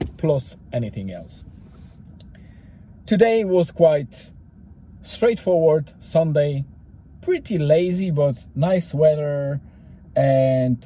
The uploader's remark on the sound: I have recorded it on my way to (in)famous Eany Water, just before the sunset, to calm my body and mind, with a companion of river noise and the ambience of the forest.